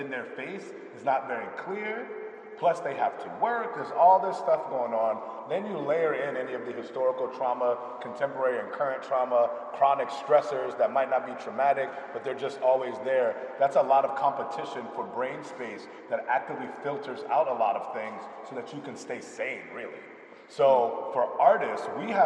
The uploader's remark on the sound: Audio from the Blue Note Salon, an April 21st panel curated by Black Quantum Futurism at the Icebox Project Space.